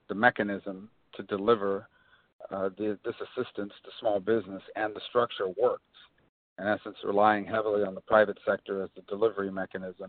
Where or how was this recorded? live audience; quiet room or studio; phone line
phone line